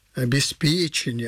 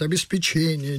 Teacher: С ударением на «п» – обеспечение, а не на «че». · Shown in: first take · Чаще с ударением на «че» говорят «обеспечение».